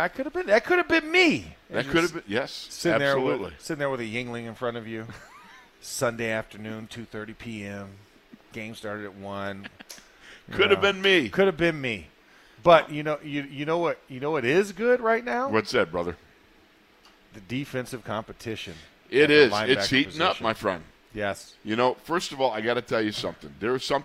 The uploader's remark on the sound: In the Locker Room Live from Steelers Camp Day 9